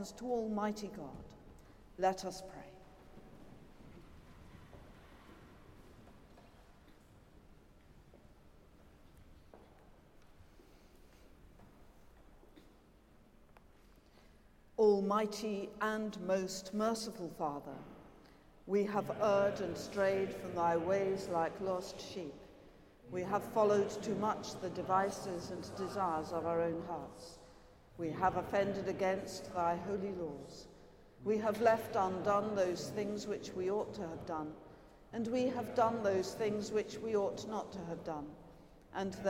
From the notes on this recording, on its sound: Has been collated from archive live music recordings together with prayers and readings for the appointed day specially recorded in church and in people's homes.